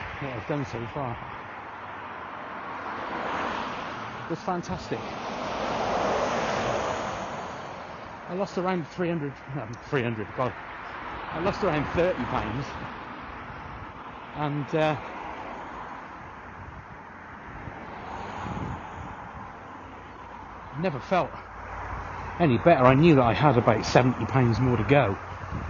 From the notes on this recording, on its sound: while taking my little sausage dog Fred for a walk, to record some ramblings